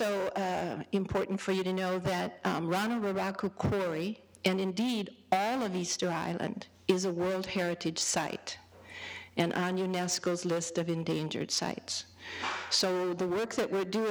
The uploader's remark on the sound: A part of the 2010 "Great Discoveries Lecture Series" held at the Penn Museum.